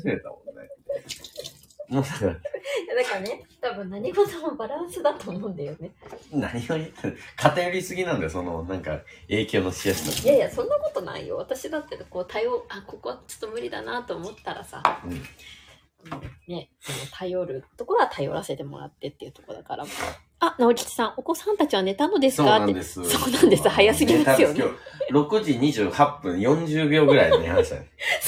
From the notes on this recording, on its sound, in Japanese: LIVE 夕飯の片付けしながら夫婦で新年の抱負について話す。